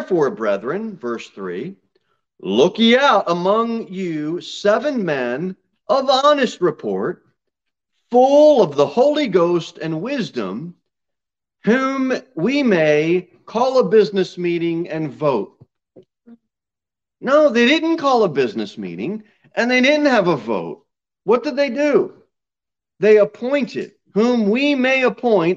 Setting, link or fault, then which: setting, large echoing room